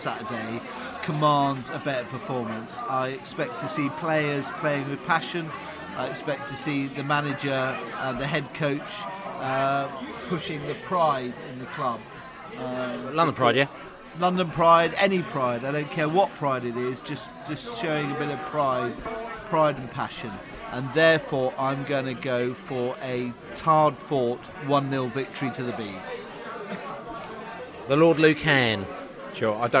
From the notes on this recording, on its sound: Burton Albion Pre-Match Podcast From the Pub.